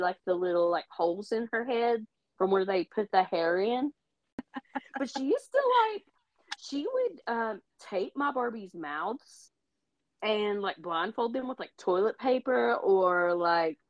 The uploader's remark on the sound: The quality isn’t as great since we recorded over the internet 2 hours away from each other.